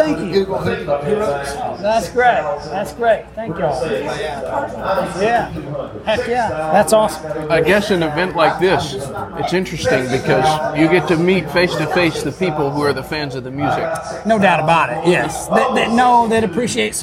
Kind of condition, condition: fault, background noise